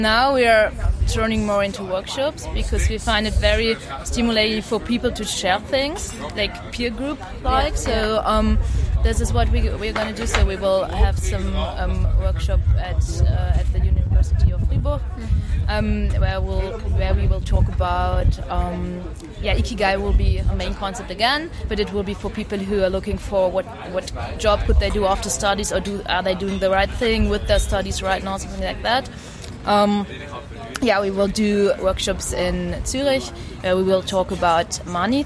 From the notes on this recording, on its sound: It was a windy day, be aware of the noise!